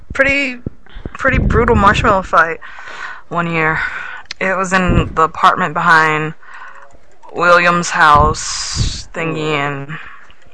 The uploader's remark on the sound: We started on MSN, then switched to Skype, but lag’s still there.